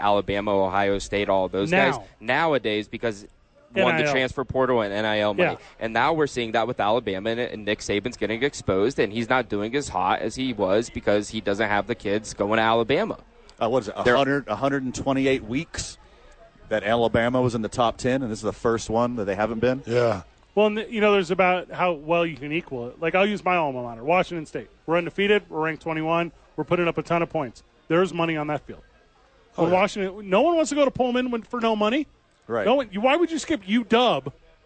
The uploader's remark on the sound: live from Howie's for two MNF Games